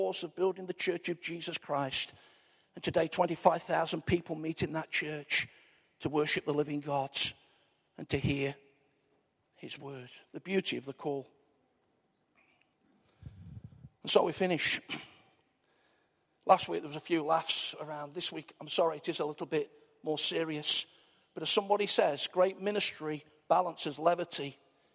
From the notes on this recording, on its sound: Arena church, Ilkeston